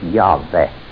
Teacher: pronounce it as Yahweh, a V instead of a W